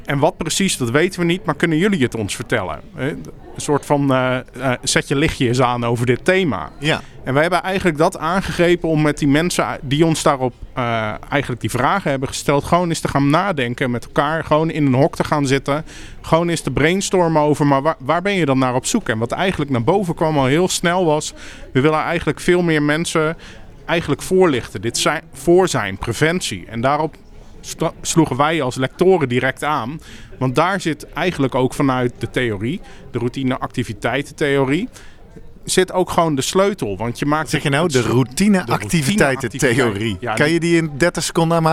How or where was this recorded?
busy venue